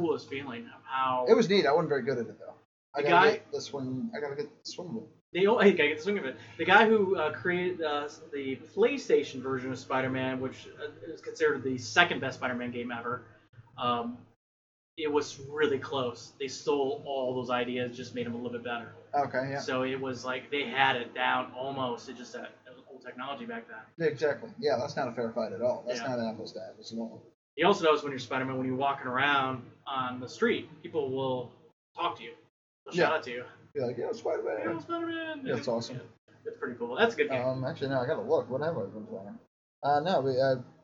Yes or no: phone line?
no